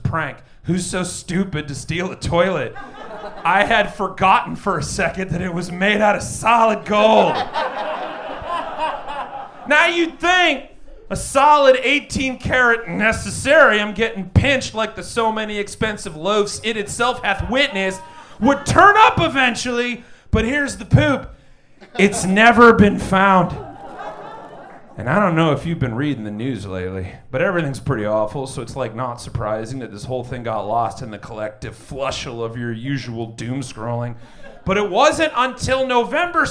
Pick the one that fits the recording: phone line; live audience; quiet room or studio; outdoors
live audience